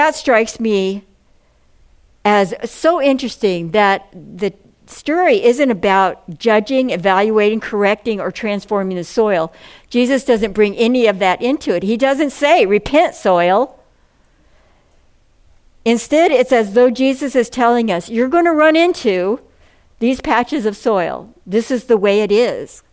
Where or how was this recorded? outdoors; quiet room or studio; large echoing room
large echoing room